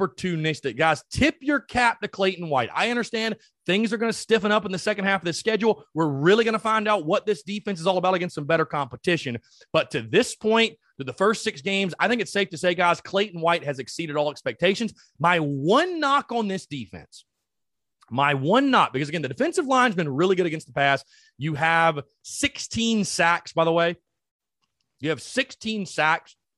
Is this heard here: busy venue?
no